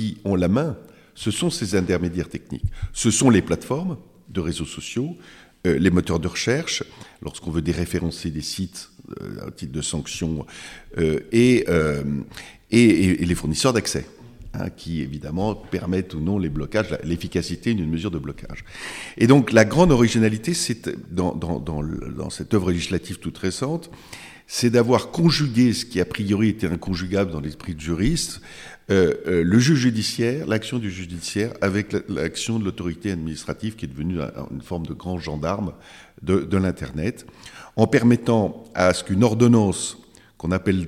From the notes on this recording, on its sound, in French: Cet épisode a été enregistré en marge de la conférence « Les défis du sport face à la propriété intellectuelle », organisée par l'Association des Masters du CEIPI (AM CEIPI) et la Commission ouverte de droit de la propriété intellectuelle (COMPI) de l'Ordre des avocats du Barreau de Paris.